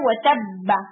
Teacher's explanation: First بار پہ کلکلہ نہیں ہو رہا، یوں نہیں ہوتا نا وتب با، یوں نہیں آپ پڑھتے وتب با، یوں نہیں پڑھتے، یہ ورڈ پڑھا جاتا ہے وتب با کیونکہ تشدید آ گئی نا، پھر اس لیے پہلے بار کے اوپر وتب اسے پڑھا جائے گا مگر اس پر کلکلہ نہیں ہوگا.